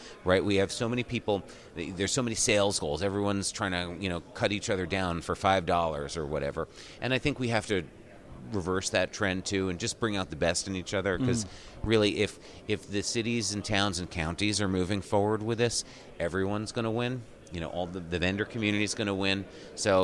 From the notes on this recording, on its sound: joined live from Broadband Communities